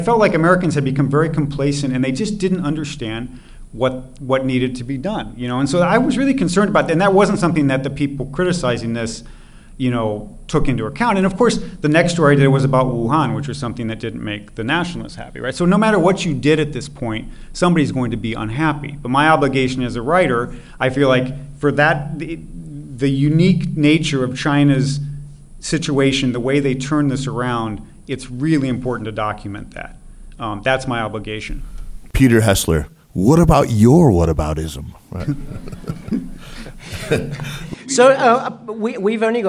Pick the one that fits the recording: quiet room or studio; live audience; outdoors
live audience